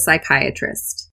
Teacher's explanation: So normally when you see a P and an S followed by a Y in English, that's going to be pronounced as an S only. So there will be a silent P at the beginning.